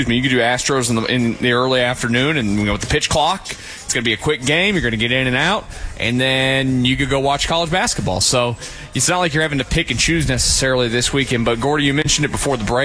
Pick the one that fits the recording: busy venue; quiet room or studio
busy venue